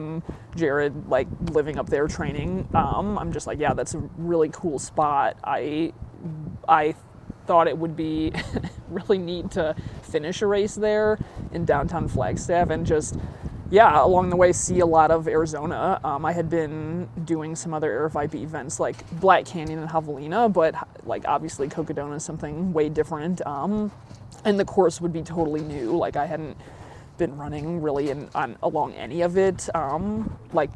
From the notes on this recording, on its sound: Met up at the Grand Canyon to record this episode. We recorded outside after we both wrapped up our runs for the day.